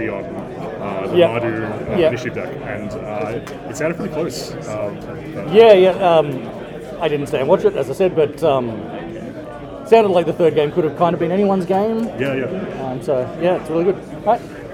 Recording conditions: background noise